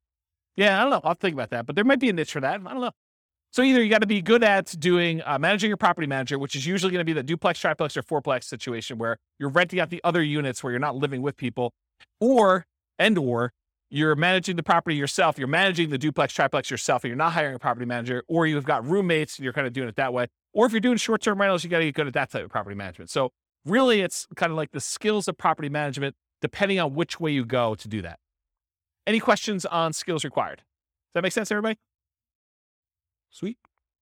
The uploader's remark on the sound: This was a live class recorded